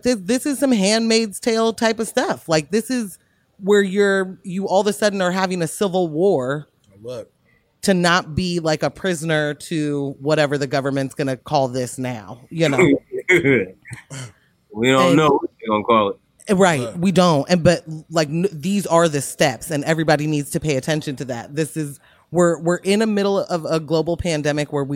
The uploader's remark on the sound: we record from the last day of #SneakerWeek